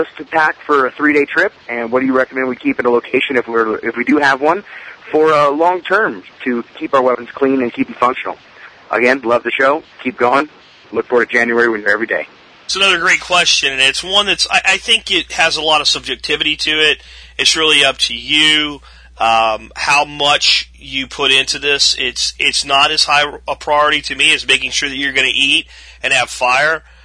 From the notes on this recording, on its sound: Call in friday